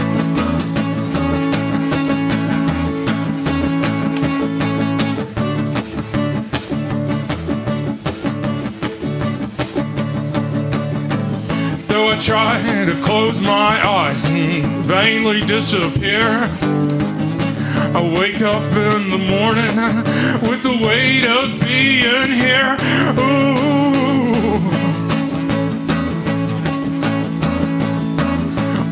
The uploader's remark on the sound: Recorded live at Late at the Lake, at Mozart's Coffee Roasters in Austin, Texas.